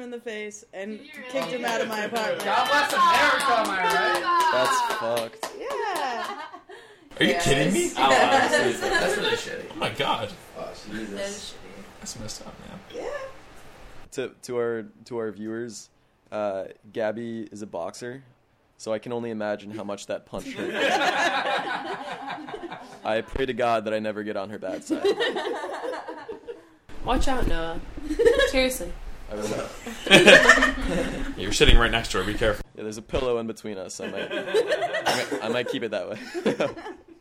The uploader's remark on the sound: Accompanied by a passionate studio audience